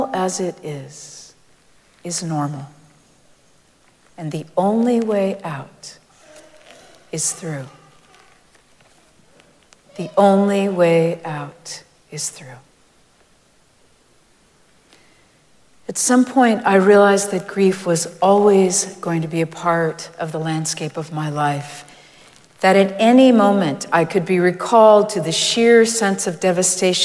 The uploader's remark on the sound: Recorded live at Arlington Street Church